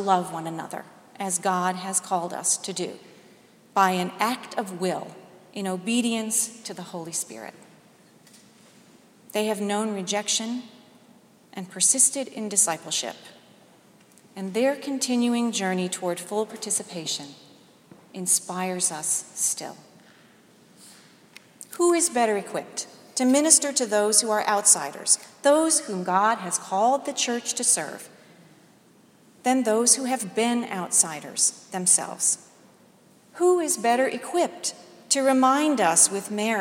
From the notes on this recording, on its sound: delivered today's sermon at Jan Hus Presbyterian Church and Neighborhood House